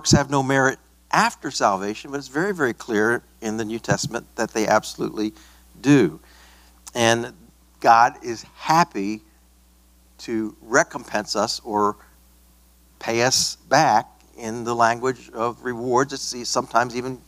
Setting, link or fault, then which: setting, large echoing room